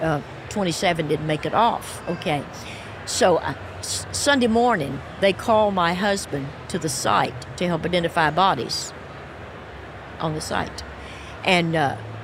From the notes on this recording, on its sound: live at General Council 2023!